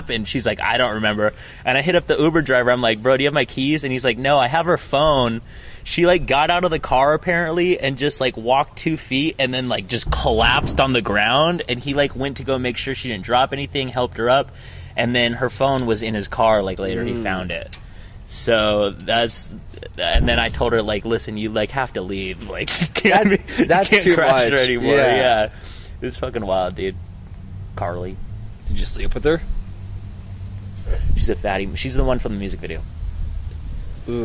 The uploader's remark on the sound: Recorded on CWU campus outside the SURC, sorry for the banging on the table